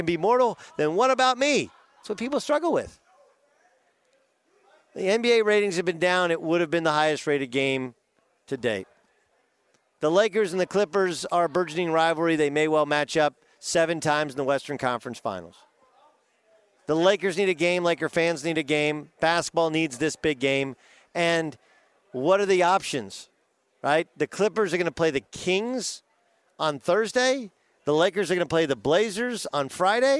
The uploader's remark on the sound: live on Radio Row